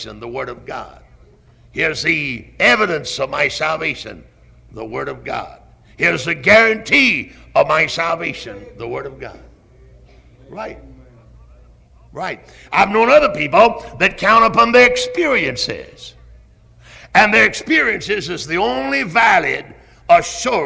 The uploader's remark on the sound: Originally preached at Tabernacle Baptist Church in Greenville, SC on February 24, 1974.